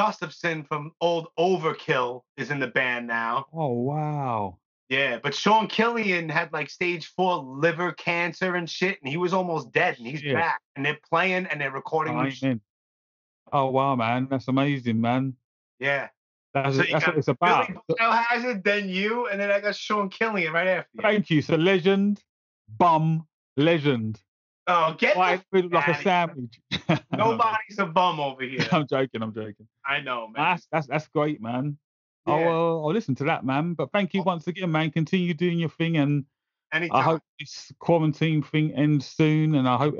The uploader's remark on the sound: We had a lengthy conversation via Skype